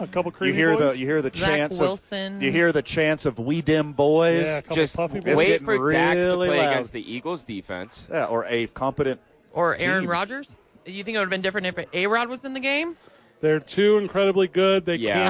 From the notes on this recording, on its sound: The Bois are live from Howie's Sports Page.